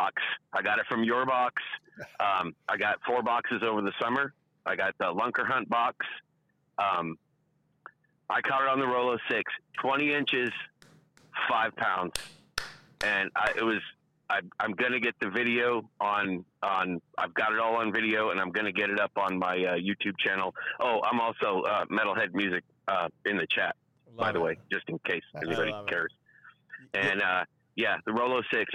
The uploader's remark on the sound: The MONSTERBASS Live callers. With the phone lines open live and in real time, the listeners get in on the action as well.